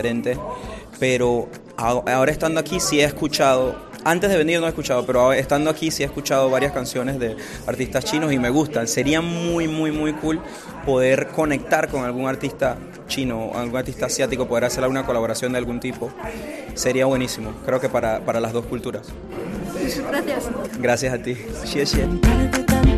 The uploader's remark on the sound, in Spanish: En una exposición de pinturas en Beijing. Radio Internacional de China en español hizo una entrevista exclusiva con él.